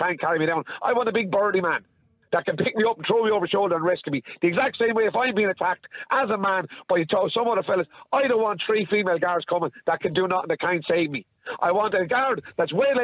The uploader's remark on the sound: Opens up the phone lines, the conversation quickly reveals a diverse array of opinions from callers.